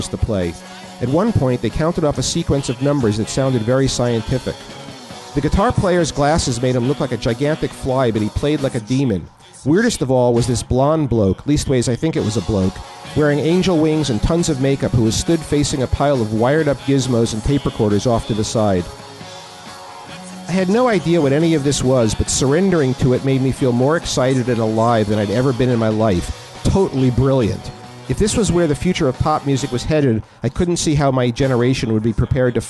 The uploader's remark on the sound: Recorded live at Hi-Fi Bar in New York, NY.